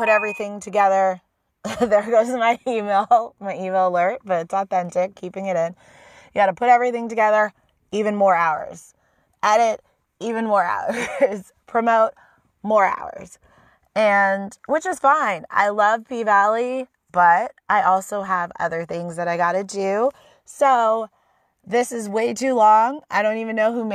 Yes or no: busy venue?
no